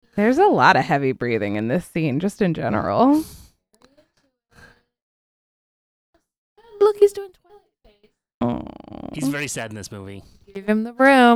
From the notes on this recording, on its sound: The audio on this one is pretty gnarly and in my attempts to not edit this podcast you're just gonna have to deal.